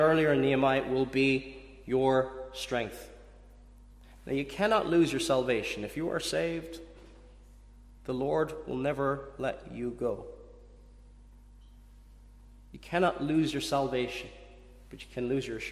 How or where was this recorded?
large echoing room